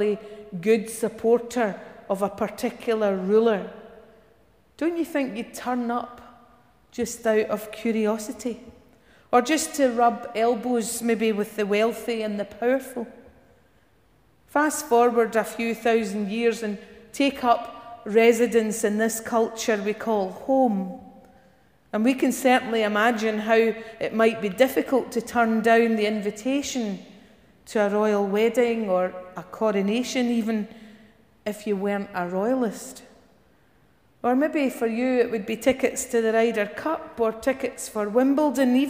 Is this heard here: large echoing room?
yes